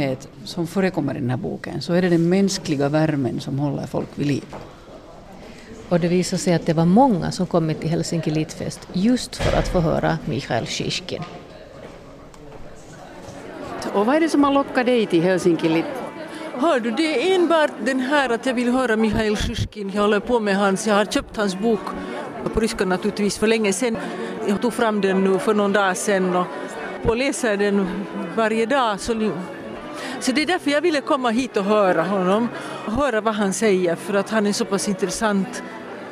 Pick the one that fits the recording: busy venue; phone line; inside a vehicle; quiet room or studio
busy venue